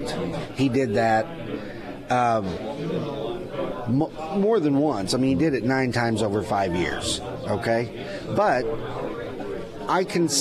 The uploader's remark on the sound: Live at Scramblers Diner for the Friday Roadshow.